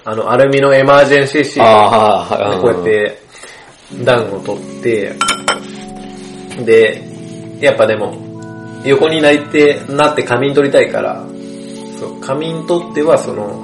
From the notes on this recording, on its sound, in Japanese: 音質注意 今回雑音多めです